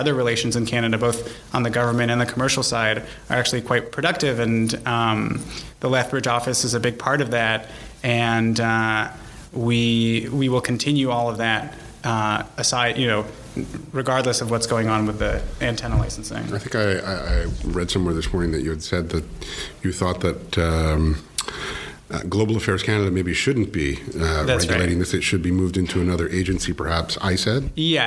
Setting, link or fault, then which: setting, busy venue